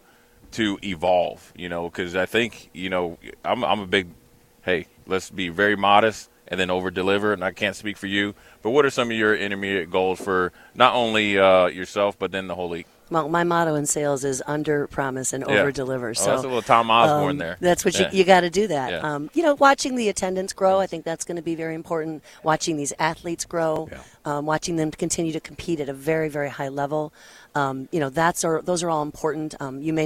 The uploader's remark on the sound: LIVE at CHI Health Center